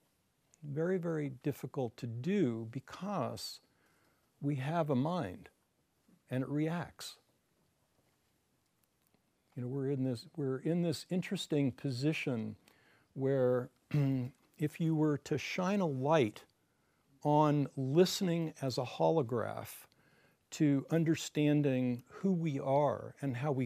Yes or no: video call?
no